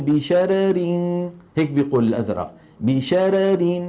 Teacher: الراء الأولى مرققة مع كونها مفتوحة، والثانية مرققة لأنها مكسورة